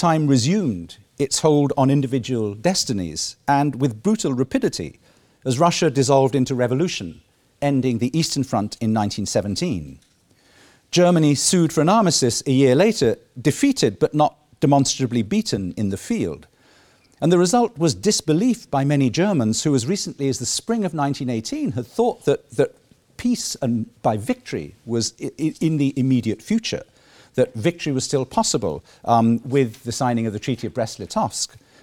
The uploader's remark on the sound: The 2nd Keynote of the War Time 2016 conference held 9-11 November 2016